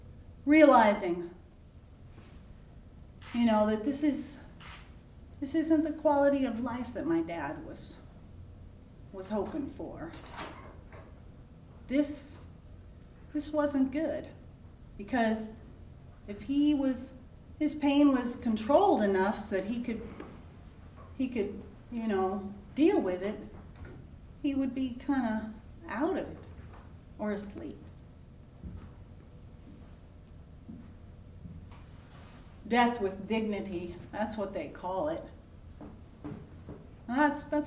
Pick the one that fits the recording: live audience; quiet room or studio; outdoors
live audience